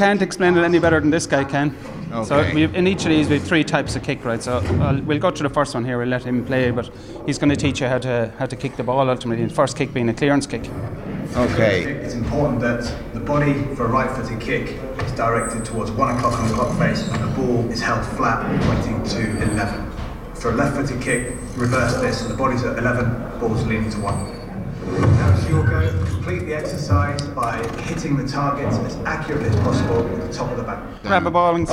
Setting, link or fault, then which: setting, busy venue